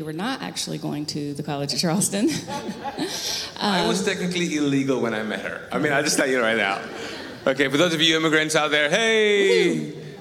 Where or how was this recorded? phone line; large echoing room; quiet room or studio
large echoing room